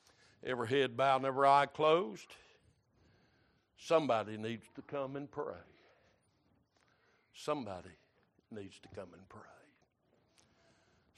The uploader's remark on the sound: Sunday Morning Service.